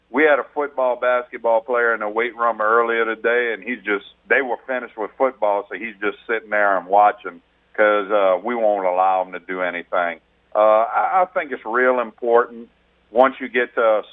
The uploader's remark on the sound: On the phones